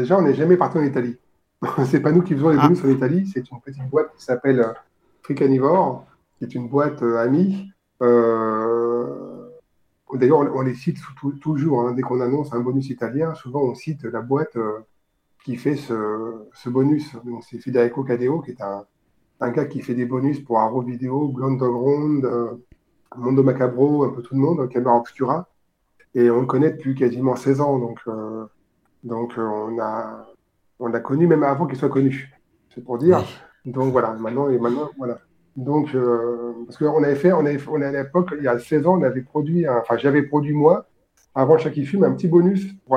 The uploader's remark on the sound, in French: répondre aux questions de nos auditeurs qui sont venus en direct sur notre Discord